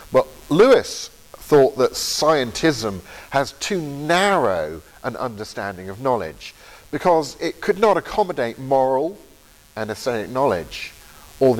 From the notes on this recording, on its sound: Lecture from the October 2023 Veritas Conference in Grimstad, Norway.